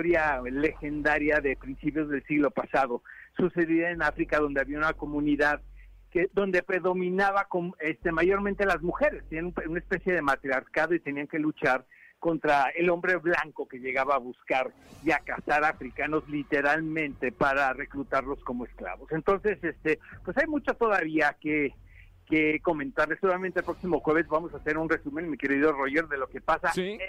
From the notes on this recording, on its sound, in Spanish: se enlaza con nosotros